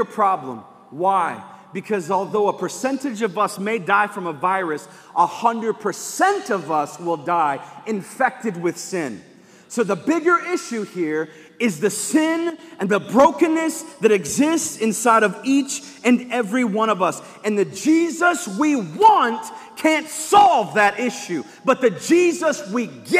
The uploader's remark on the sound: live from Covenant Church